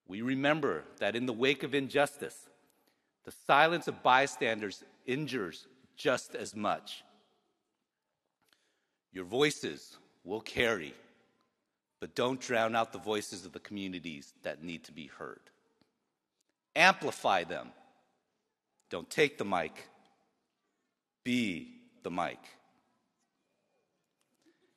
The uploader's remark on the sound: The keynote address at the 2023 UC Davis School of Medicine commencement ceremony, held in the Robert & Margrit Mondavi Center for the Performing Arts on the UC Davis campus.